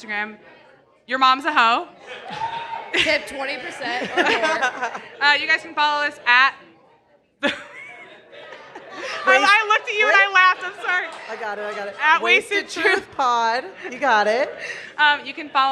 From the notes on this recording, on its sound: Live Show Pt. 1. The girls are coming to you live from their favorite place, Lakeside Lounge.